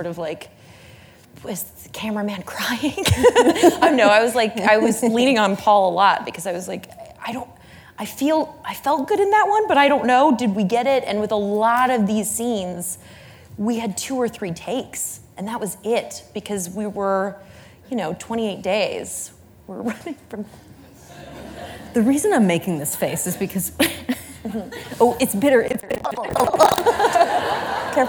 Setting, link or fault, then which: setting, live audience